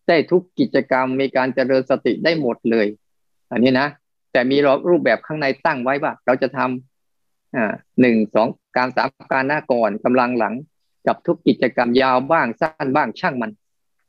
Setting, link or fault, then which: link, video call